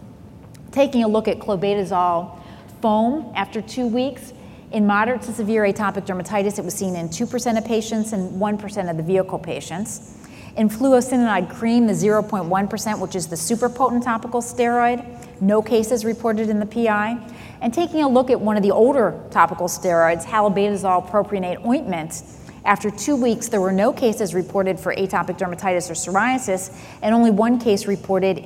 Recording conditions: large echoing room